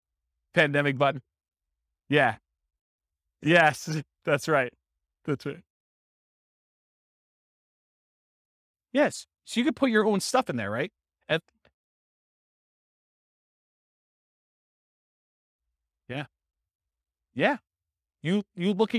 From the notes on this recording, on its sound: This was a live class recorded